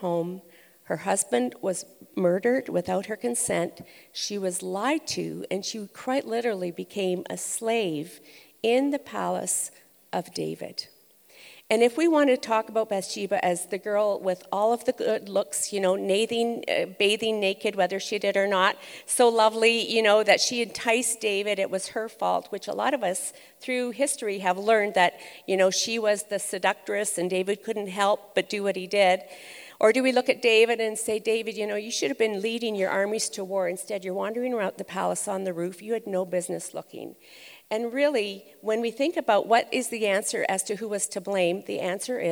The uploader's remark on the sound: Recorded live at ONE Conference’s Gather Women Masterclass in Edmonton Alberta.